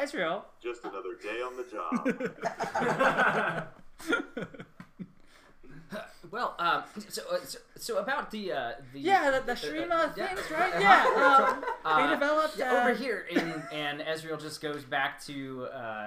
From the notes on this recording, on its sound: This is our first ever Runeterra Live play game. I know the sound is not the best.